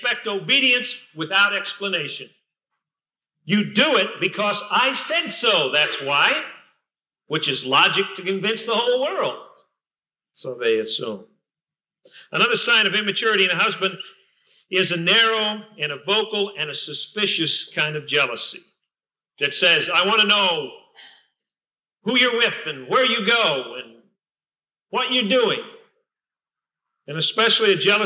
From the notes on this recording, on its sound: Recorded at Fillmore Bible Church, Fillmore, California, 1984.